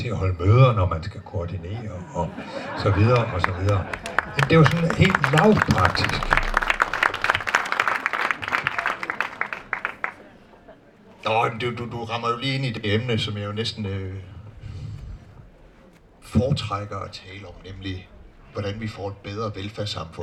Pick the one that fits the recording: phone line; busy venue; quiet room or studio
busy venue